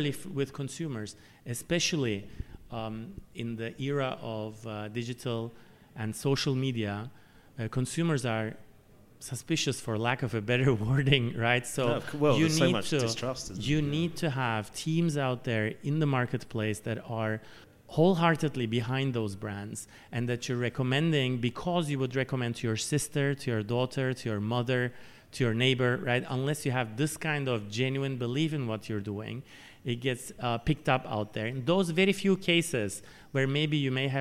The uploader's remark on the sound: The first of three episodes recorded at the 2019 Cannes Lions International Festival of Creativity.